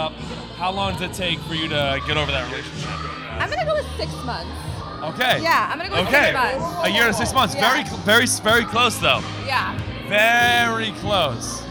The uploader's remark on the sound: Live From The Greatest Bar